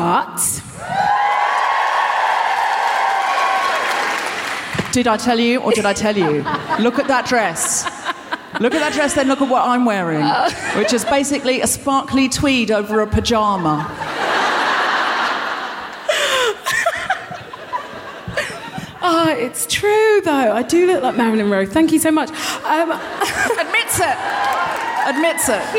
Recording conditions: live audience